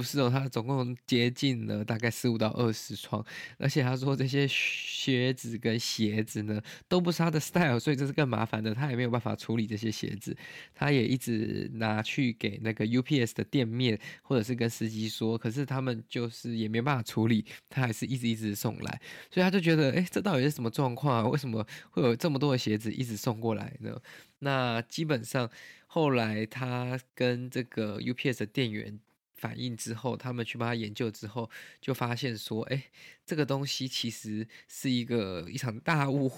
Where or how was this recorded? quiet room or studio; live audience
quiet room or studio